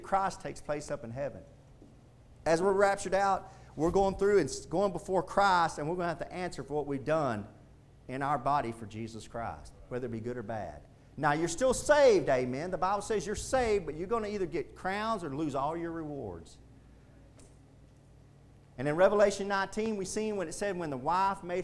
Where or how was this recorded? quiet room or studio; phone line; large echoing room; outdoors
large echoing room